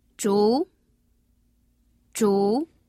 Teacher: El segundo es el tono ascendente.